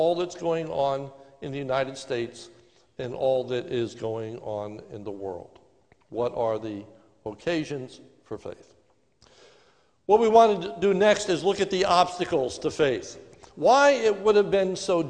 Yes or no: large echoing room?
yes